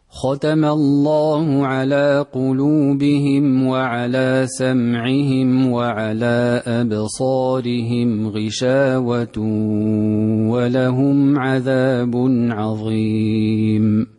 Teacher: إسكان ميم الجميع وقصر المنفصل